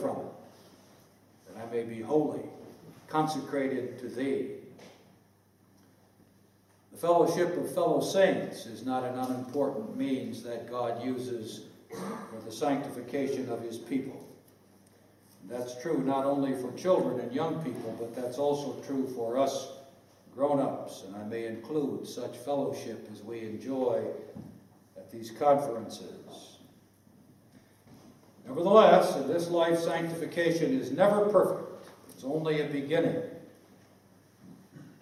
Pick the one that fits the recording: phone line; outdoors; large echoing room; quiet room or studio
large echoing room